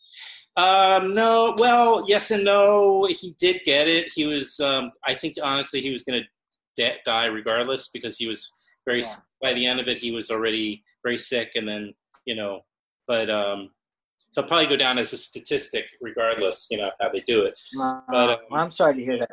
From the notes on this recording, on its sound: We recorded the conversation during the COVID-19 pandemic over Zoom. In Valencia, Spain and myself in NYC.